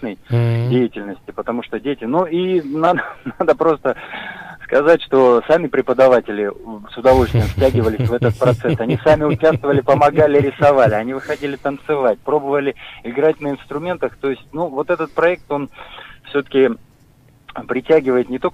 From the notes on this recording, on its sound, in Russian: По телефону